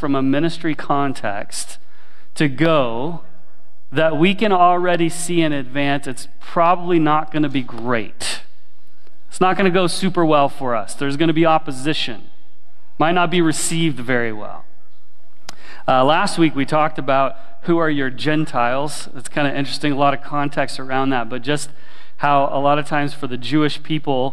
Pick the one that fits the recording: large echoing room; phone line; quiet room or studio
large echoing room